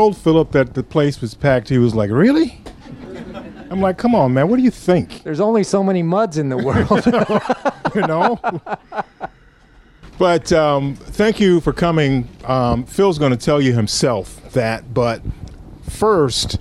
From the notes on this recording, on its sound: During an event recorded in front of a live audience at D.C.'s Politics and Prose bookstore and punctuated by light moments and difficult questions from the audience.